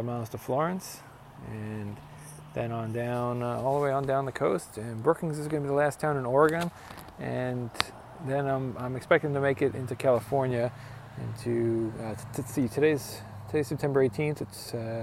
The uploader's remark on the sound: I rode south along the Pacific Coast from Lincoln City, OR to Crescent City, CA plus a few bonus days in the Redwoods. I put together some audio and photos from along the way.